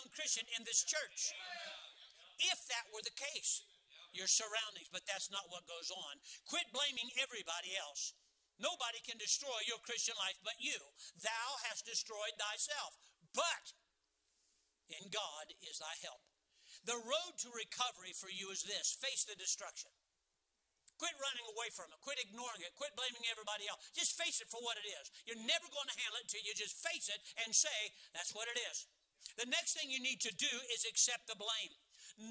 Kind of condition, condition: setting, large echoing room